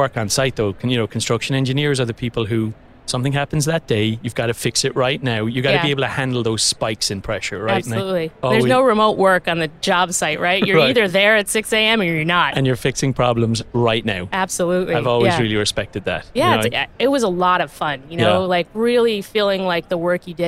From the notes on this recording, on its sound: Recorded live from the show floor at Autodesk University 2022.